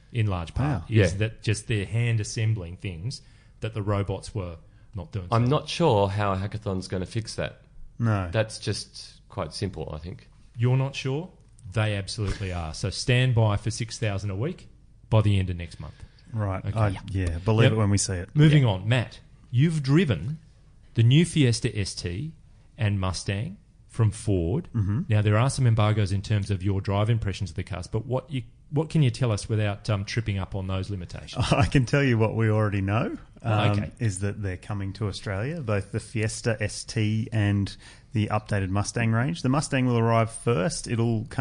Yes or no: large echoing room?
no